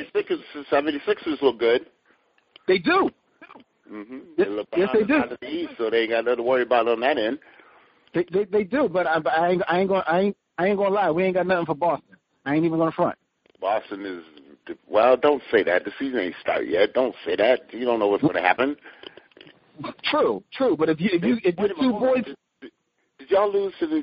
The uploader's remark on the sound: sits in on a phone conversation